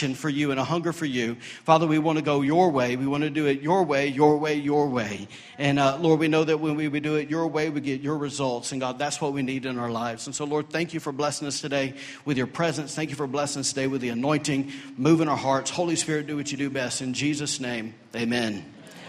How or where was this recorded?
large echoing room